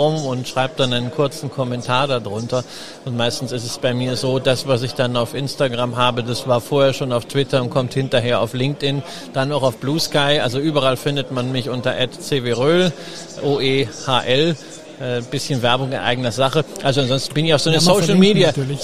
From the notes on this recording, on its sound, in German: Live auf der Gewinn-Messe auf unserem Börsenradio-Podcaststand aufgenommen